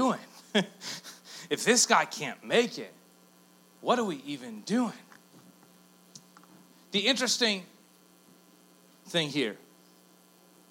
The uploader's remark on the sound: A Collection of Talks. Recorded Live at Engage Church.